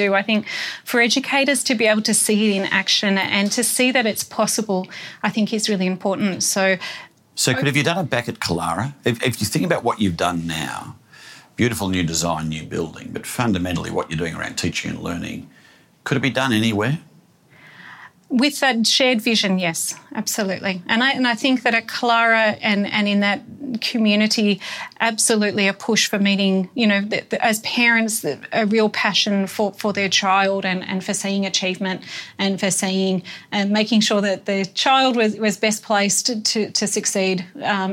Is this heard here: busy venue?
no